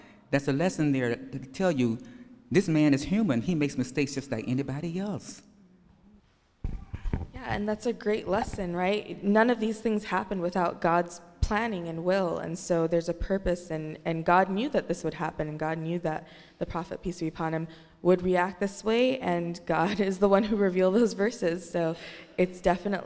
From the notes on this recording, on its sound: answer questions from the congregation